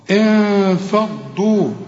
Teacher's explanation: الغنة بقى مرققة علشان الفاء مرققة